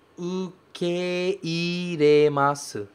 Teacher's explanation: E esse kei vai ser pronunciado que-i, e não que, porque a gente tem dois verbos que a gente juntou. Existe o verbo ukemasu, existe o verbo iremasu.